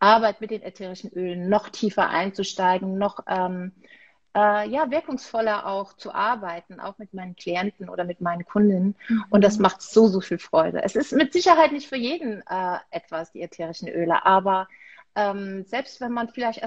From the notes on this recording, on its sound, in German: heute teile ich mit dir ein wundervolles Live auf Instagram